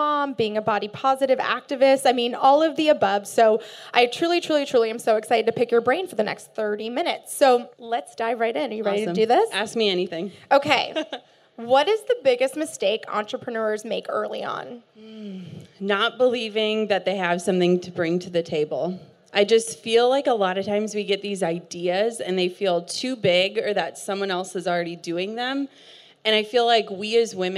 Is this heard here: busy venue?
yes